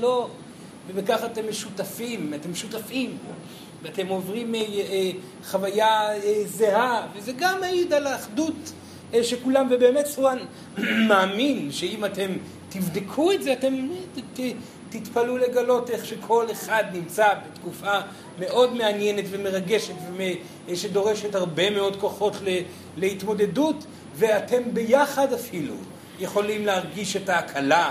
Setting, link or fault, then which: setting, live audience